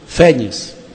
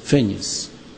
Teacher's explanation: Você tem a palavra paroxítona com a vogal tônica em E, seguida de N. Lá em Portugal, eles usam com acento agudo, porque eles pronunciam com timbre aberto. · Shown in: first take · Fênix. Nós pronunciamos fênix.